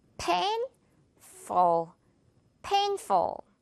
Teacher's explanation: 이번에도 역시 P가 먼저 들어와 있습니다. P로 시작했다가 두 번째에서 이제 F, 토끼 이빨로 끝내주면 돼요.